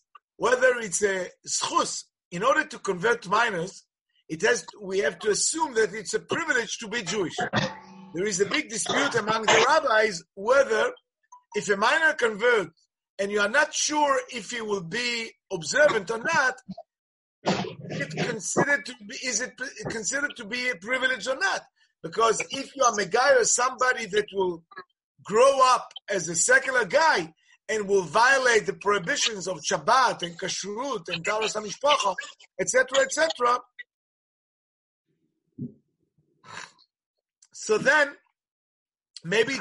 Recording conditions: video call